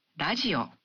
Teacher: the R in radio is pronounced somewhere between an R and an L sound